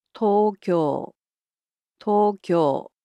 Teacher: Tokyo. So it's similar to English, except the O sounds in it are a bit longer.